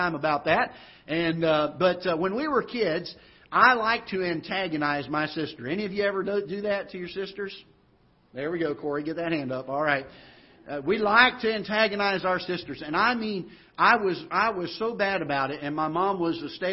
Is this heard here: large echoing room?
yes